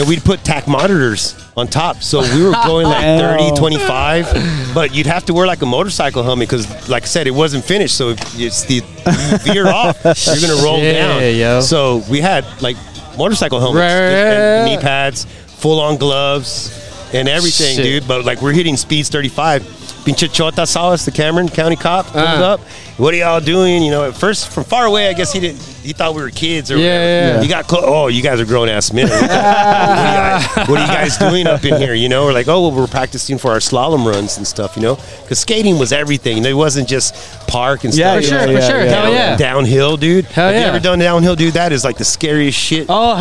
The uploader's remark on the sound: live from South Padre Island at The Beach Bash Skate Jam hosted by TCA Media